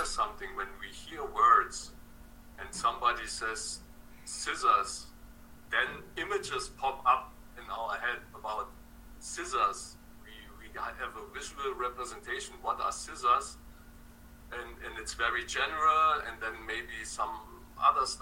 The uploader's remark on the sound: Test - sound recorded. Meeting sound - not clear.